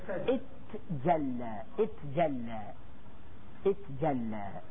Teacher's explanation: أدغمنا حطينا الشدة على التاء